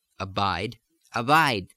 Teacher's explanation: The B sort of disappears a little bit.